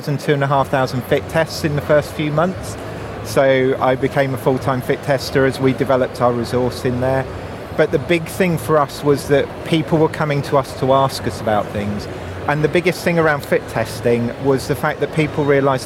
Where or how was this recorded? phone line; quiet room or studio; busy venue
busy venue